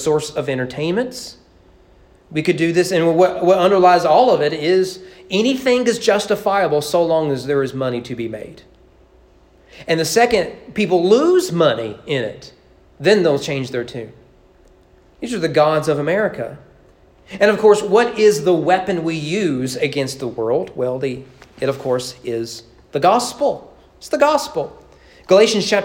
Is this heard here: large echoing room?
yes